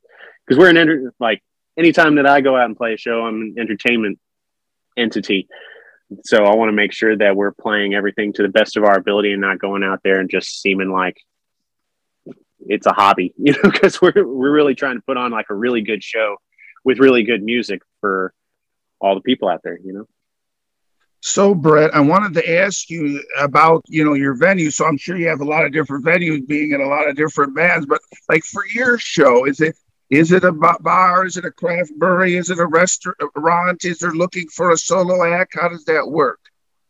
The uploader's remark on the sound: Original Zoom Audio.